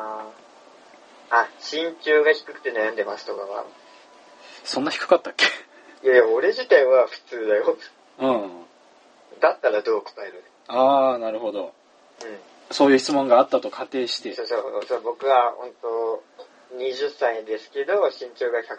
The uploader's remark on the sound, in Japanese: 電話ならでわの音質を利用しようという目論見です